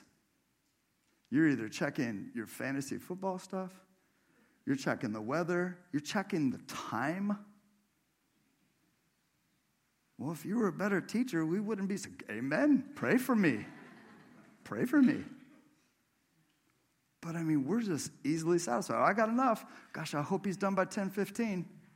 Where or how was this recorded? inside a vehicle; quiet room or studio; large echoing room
large echoing room